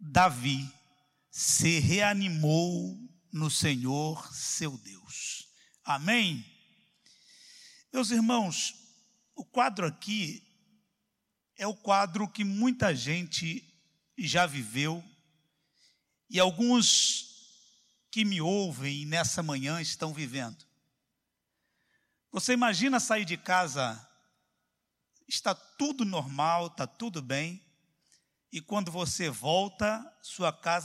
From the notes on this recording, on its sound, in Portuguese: CULTO AO VIVO